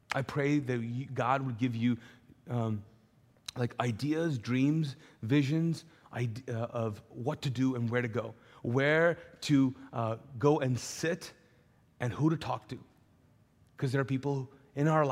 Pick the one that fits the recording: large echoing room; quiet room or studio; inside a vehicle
large echoing room